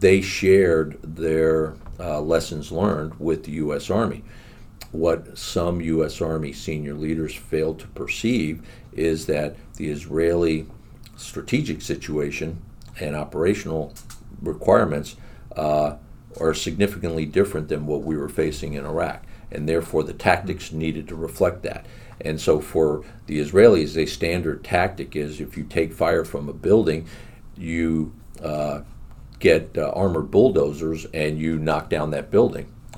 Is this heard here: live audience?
no